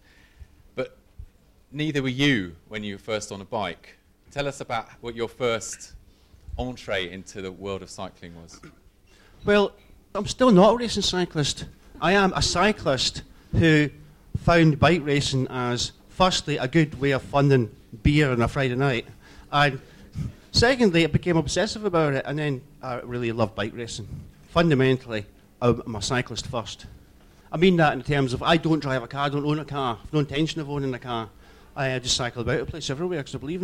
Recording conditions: busy venue